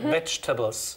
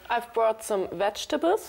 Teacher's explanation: Vorsicht mit der Aussprache. Das zweite E ist stumm